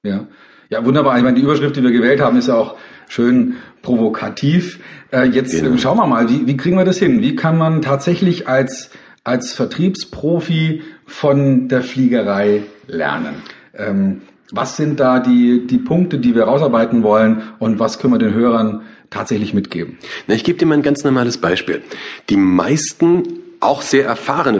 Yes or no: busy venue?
no